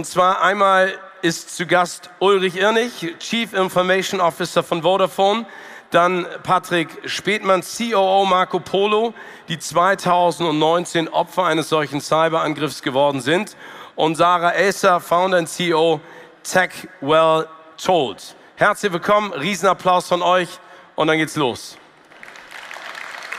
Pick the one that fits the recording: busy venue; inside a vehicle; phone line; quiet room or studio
busy venue